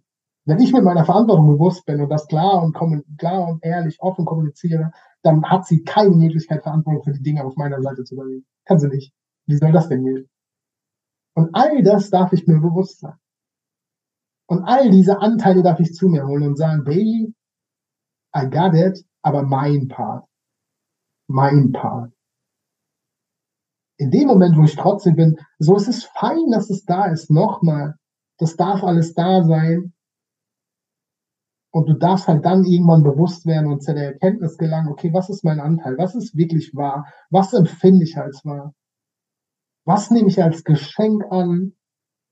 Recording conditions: poor sound quality